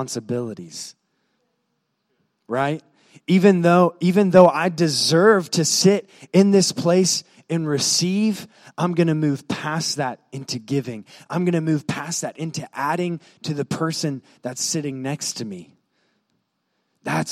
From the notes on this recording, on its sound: was recorded on Sunday, July 8, 2018, during service at The Anchor Church in Rockport, Maine.